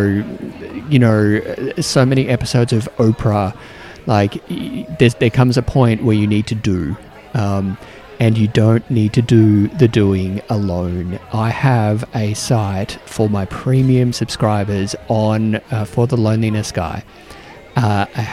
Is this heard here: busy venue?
yes